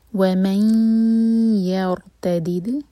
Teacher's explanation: ان استطاعوا، تا دو حرکہ اور پھر اس کے بعد رو دو حرکہ، اس کو چھوٹا نہ کریں. ومن یرتدد، ادغام غنہ کے ساتھ دو سیکنڈس کا ٹائم دیں گے اور نیزل پڑھیں گے